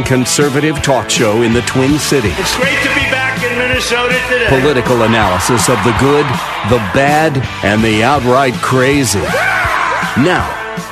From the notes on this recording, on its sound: Live at The Sportsmen Show!!